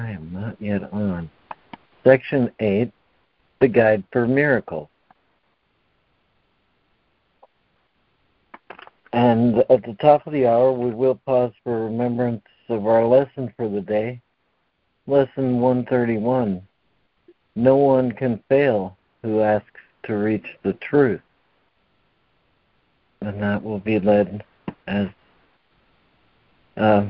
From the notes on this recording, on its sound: ACIM Daily Conference Call.